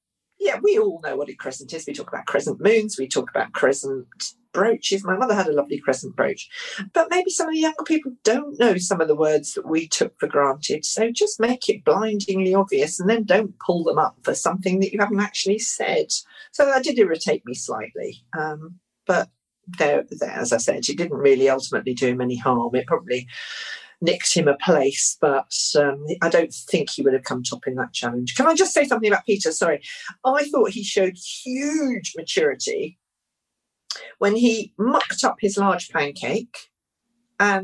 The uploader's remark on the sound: recorded this podcast remotely via Zoom